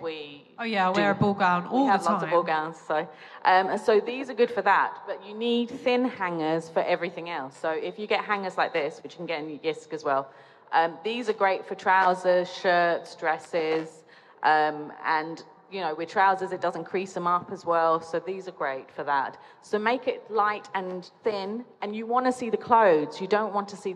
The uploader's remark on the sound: at the Dubai Home Festival 2020 at Nakheel Mall, The Palm